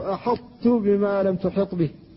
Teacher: الحرف إذا أريد إدغامه لا بد أن يبدل مجانسا مماثلا للحرف الذي يدغم فيه، لكن مع ذلك تبقى رائحة الطاء لتغلب على التاء قبل النطق بها، فيقال أحطت بما لم تحط به، فيبقى منها الاستعلاء، يرتفع اللسان عندها.